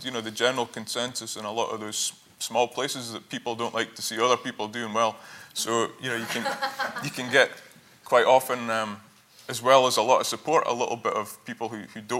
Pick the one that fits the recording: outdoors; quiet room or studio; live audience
live audience